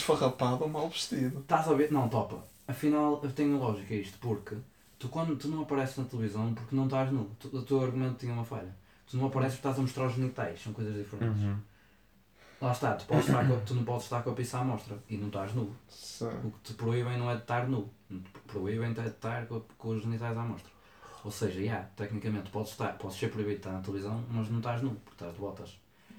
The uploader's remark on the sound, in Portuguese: A gravação fantasma que deu início a todo este projeto. Peço desculpa pelo volume abaixo do normal neste episódio, mas não foi gravado com consciência.